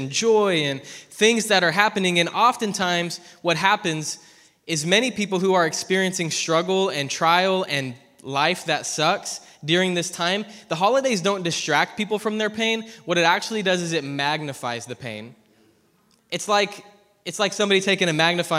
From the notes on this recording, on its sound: preached at ZEAL Church in Hermiston, Oregon